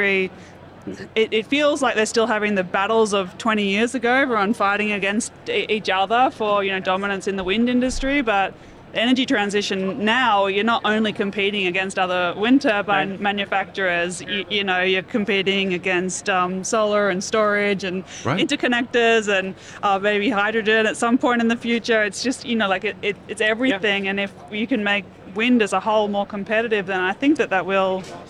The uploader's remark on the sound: Live From American Clean Power 2022. Association's clean power, 2022 conference and exhibition. We're on the show floor.